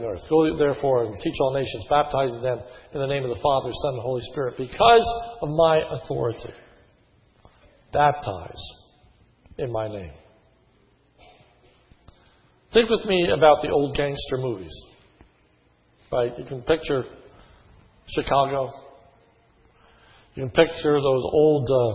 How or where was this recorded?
large echoing room